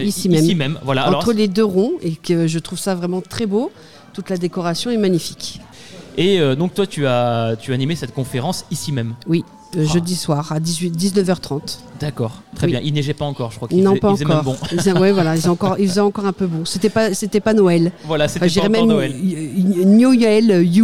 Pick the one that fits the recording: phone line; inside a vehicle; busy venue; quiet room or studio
busy venue